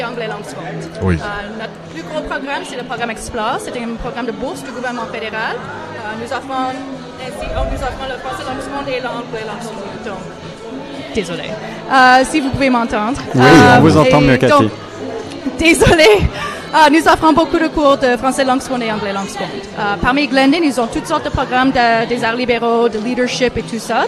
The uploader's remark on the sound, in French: En direct du tout premier Carnaval du Collège universitaire Glendon de l'Université York, 27 Janvier 2018.